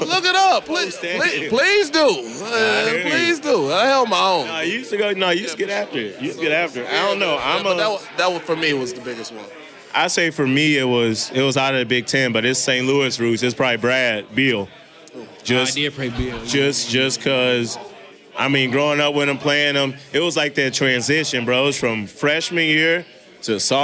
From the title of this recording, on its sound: LIVE FROM OVER UNDER